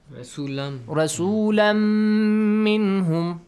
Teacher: The nun sound or the tanween sound will be merged to the meme. And it will have the meme sound. · Term: idgham